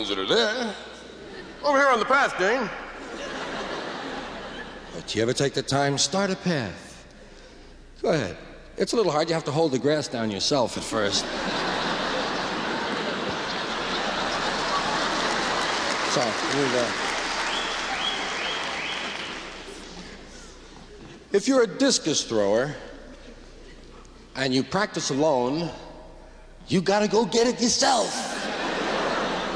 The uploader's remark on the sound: Format: Original Recording. This is a recording of a live performance at the Paramount Theater in Oakland, California, on July 20, 1974.